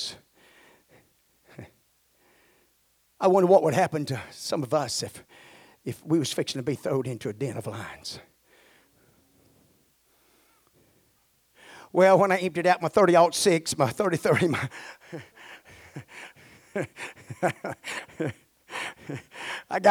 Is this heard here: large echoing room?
yes